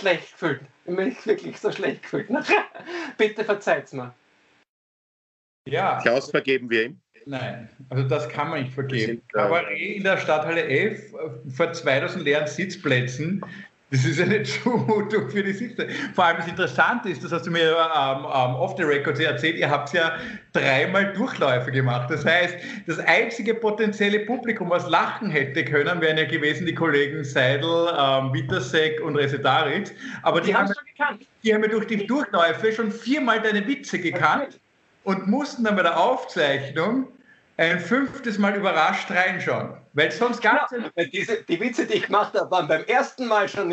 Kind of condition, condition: link, video call